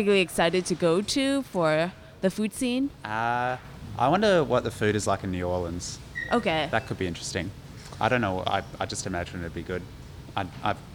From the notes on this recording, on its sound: Recorded July 6th, 2015 at the Middle East Upstairs in Cambridge, MA.